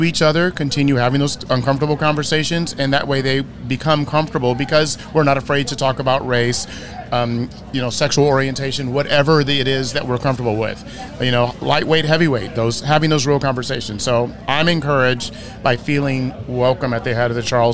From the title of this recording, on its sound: Live from Head of the Charles Regatta